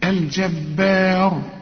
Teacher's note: الجبار هنا الراء المفخمة، سواء هتوصل او هتقف لانها مضمومة، وهنا ما تقولش الجبار، خد بالك الجبار با، لا الجبار، واخد بالك الجبار، الراء بس هي المفخمة.